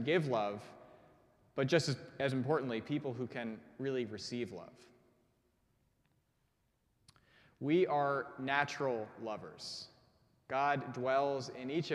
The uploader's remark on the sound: preached at our Maundy Thursday service